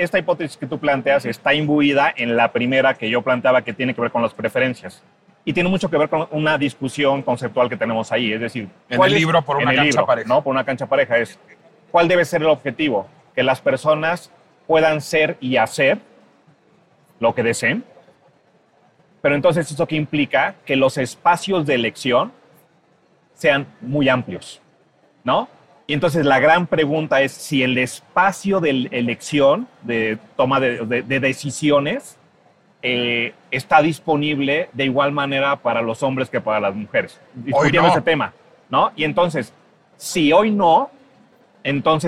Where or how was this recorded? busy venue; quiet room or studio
busy venue